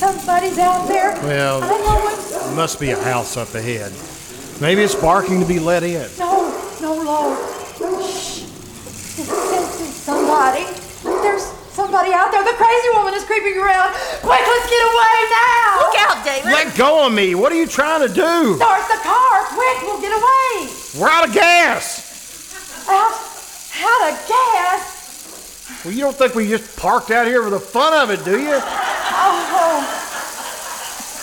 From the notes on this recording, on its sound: Performed "LIVE" at the First Vineyard Winery in Jessamine County, Kentucky. Here is the audio from the second half of their show.